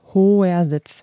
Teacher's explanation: Deshalb ist das O auch lang, weil es eine offene Silbe ist, wenn man es flektiert, also auf Vokal endend.